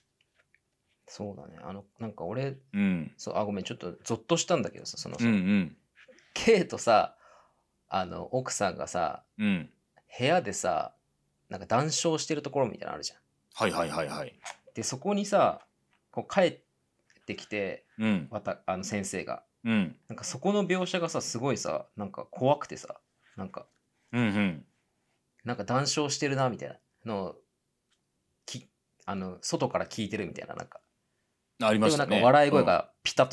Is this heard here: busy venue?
no